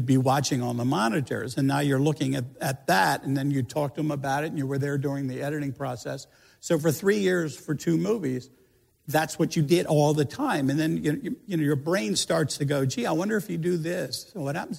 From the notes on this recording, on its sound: a special live interview (recorded at the 2017 Tribeca Film Festival)